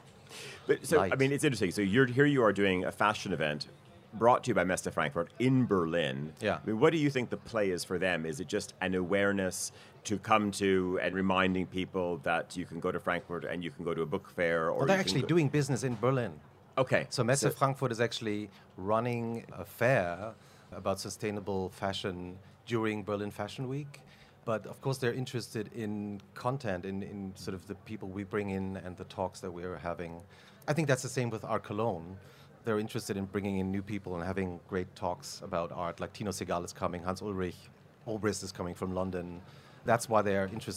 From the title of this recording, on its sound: Live from Salone del Mobile